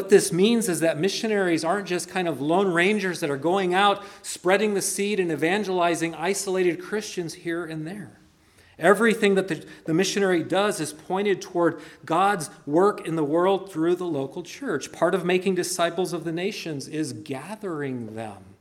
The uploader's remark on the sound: preached at Christ Our Savior Baptist Church